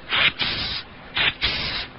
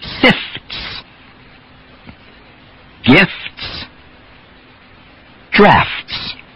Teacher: And now the FTS cluster. In this combination, the tss affricate follows right after the F. Fts, fts. Again, two sounds, not three.